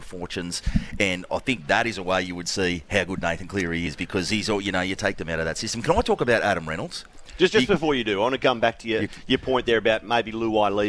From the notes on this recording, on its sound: LIVE from Wollongong Golf Club